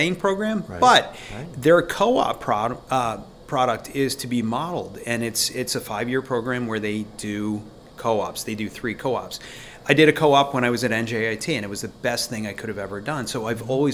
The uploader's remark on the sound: The members of the Bucks Chapter of the Pennsylvania Society of Land Surveyors (PSLS) recently hosted the Senior Scholarship Dinner for the students within the Bucks County Technical High School surveying program. Recorded conversations with the students, company sponsors.